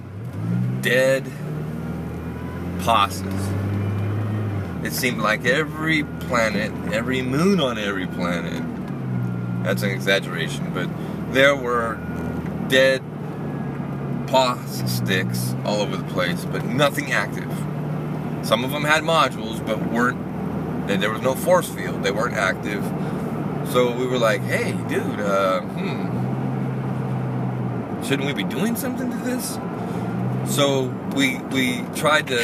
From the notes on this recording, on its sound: A test recording in my truck.